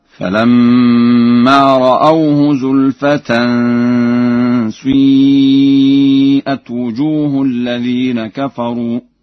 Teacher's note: قرأ ورش بإشمام كسرة الشين ضما